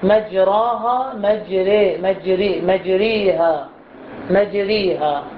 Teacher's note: الراء المفتوحة في كلمة مجريها مجريها فقط هذه الكلمة تكون الراء المفتوحة مرققة